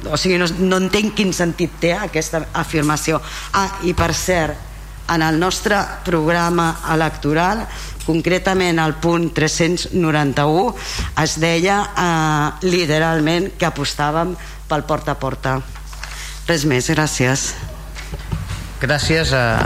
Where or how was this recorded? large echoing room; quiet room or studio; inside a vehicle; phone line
large echoing room